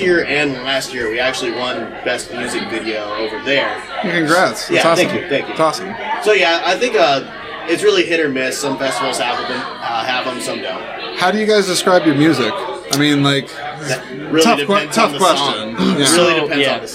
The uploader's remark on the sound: exclusive conversations that were recorded on site at the 16th Annual Iowa Independent Film Festival